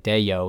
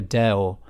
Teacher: But if you were to speak it properly, it sounds like a deo, and it goes from e to o with no y in the middle · Shown in: second take · which anglicizes it or Americanizes it, really.